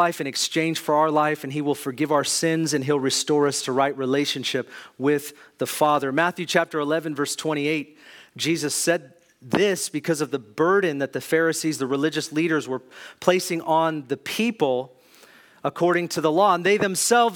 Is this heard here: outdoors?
no